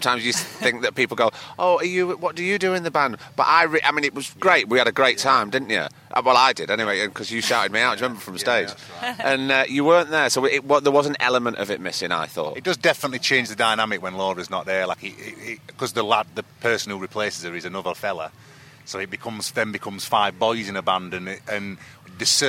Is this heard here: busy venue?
yes